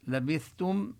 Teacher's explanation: الثاء نلفظها من مخرجها والتاء نضمها ضما كاملا